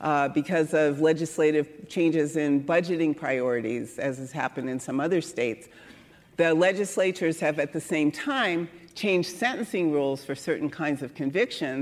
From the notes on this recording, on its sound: Recorded at the Lensic Theater in Santa Fe, New Mexico on April 17, 2019.